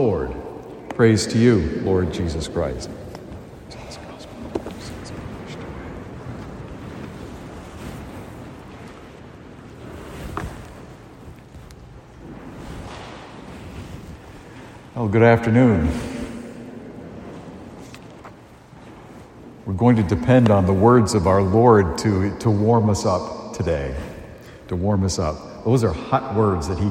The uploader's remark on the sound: A homily delivered at St. Joseph's Church in Amesbury, Massachusetts.